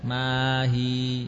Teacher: Mahi, tidak ada ain, ma'ahiyya ada. Mahi. Mahi. Dari alif langsung ke ha.